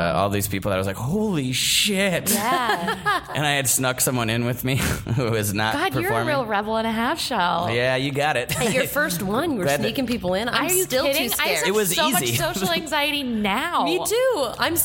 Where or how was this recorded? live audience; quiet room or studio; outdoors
live audience